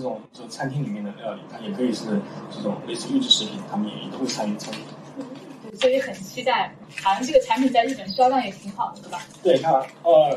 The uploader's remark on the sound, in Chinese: 本期节目包含试吃环节，前半段会有较多杂音，请见谅。